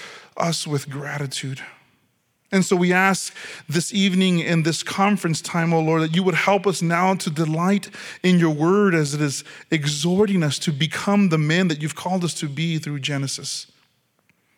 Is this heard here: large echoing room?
yes